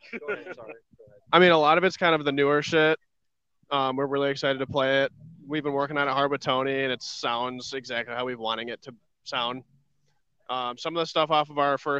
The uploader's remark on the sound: We had a blast doing live coverage from Michigan Metal Fest on Saturday!